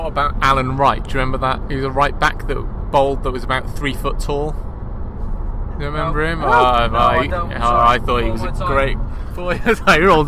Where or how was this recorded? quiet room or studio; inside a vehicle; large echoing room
inside a vehicle